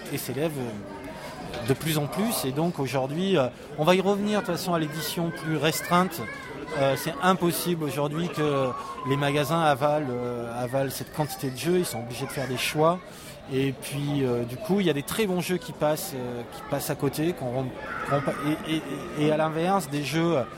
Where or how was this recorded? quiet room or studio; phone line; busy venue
busy venue